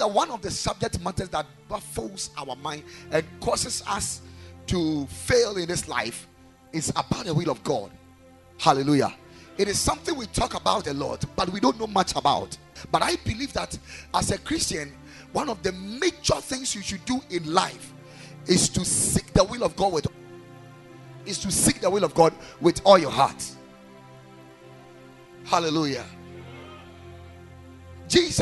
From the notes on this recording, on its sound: Preached at Ekklesia Chapel